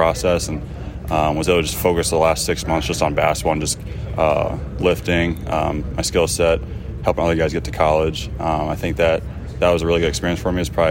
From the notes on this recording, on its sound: recorded at the 2023 NBA Las Vegas Summer League